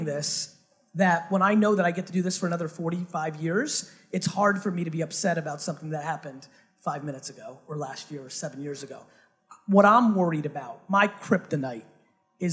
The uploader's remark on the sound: A HUGE Fireside Q&A at Startup Grind HONG KONG